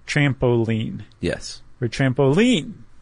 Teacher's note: So it's stressed, unstressed, stressed, like trampoline. · Term: cretic